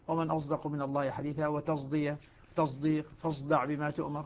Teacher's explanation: ليست صادا خالصة وليست زايا خالصة، وإنما هي صاد مشربة زايا، عبر عنها بالإشمام طبعا، إشمام الصاد زايا، ومن أصدق من الله حديثا، وتصدية تصديق، فاصدع بما تؤمر، هذه الصاد ساكنة وقبل بعدها دال.